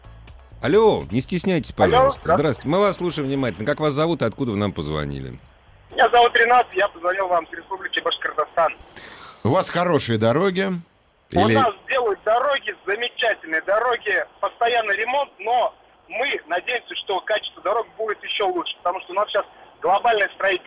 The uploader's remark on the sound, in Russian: И говорили мы об этом по телефону